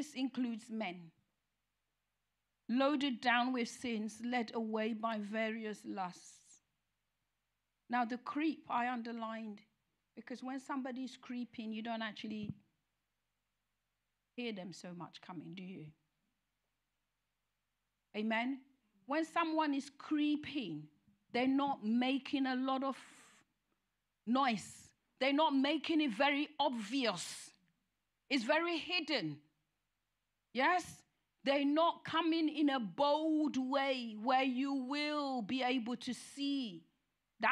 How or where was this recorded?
large echoing room